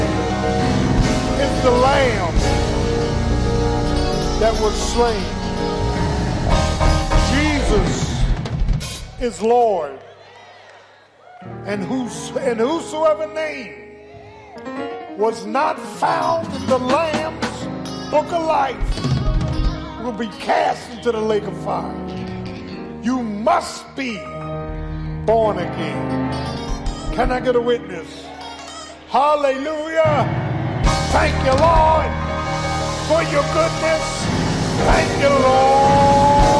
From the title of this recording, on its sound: Sunday Morning Service 8.6.23 - Audio